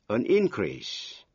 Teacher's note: khi là danh từ thì nhấn mạnh vần nhất